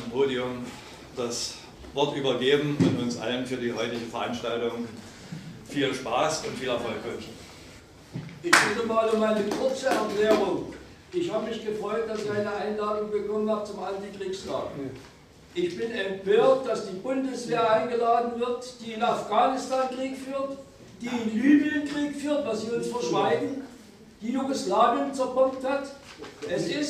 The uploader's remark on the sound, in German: Veranstaltungsmitschnitt